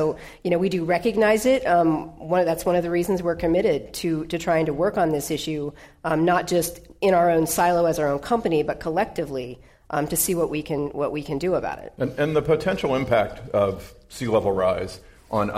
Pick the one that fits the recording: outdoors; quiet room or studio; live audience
live audience